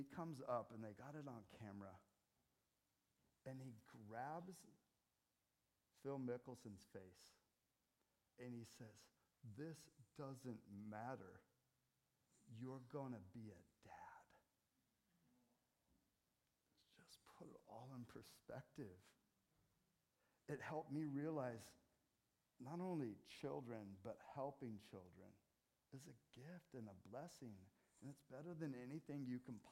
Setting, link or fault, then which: setting, large echoing room